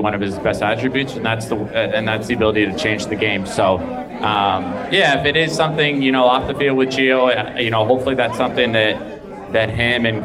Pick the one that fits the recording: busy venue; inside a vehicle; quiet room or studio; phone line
busy venue